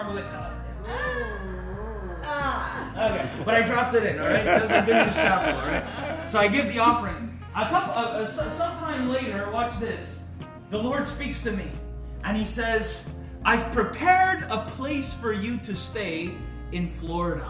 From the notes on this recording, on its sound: On this live Friday night at the cafe